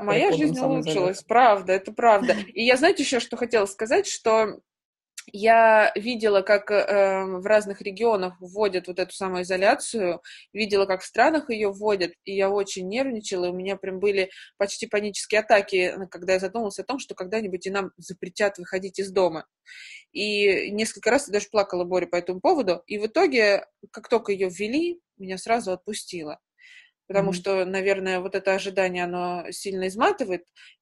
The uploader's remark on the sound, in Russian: Записан в Zoom. Мы сидим в режиме самоизоляции.